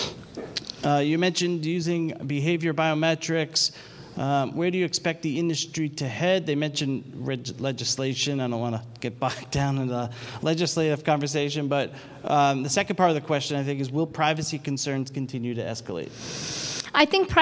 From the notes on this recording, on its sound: This recording is from Fintech Nexus USA held at the Javits Center in New York City on May 10-11, 2023. From the Fraud Fight Club Track.